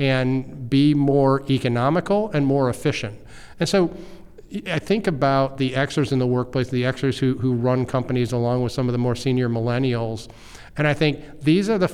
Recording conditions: busy venue